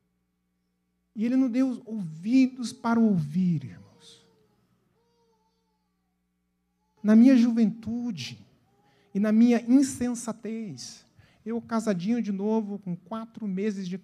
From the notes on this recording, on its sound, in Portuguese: na Igreja ABA Curitiba (Transmitido ao vivo)